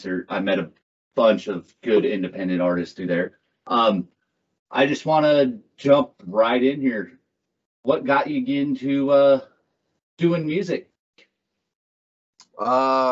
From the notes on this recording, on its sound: Skype interview.